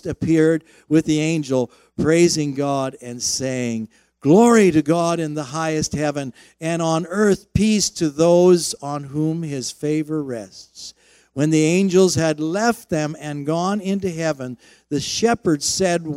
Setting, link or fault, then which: setting, large echoing room